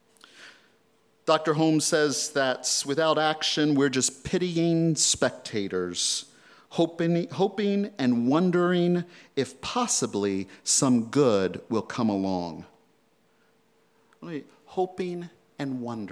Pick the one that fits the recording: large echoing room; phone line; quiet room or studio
large echoing room